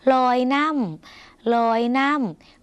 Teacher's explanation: คำว่าน้ำในภาษาลาวออกเสียงสั้นเพราะเป็นสระอำออกเสียงสั้นค่ะ